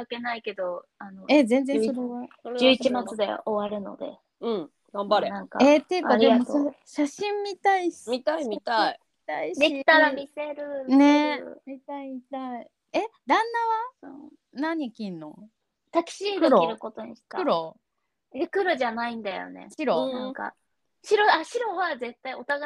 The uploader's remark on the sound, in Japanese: 今回はノンアルリモート収録！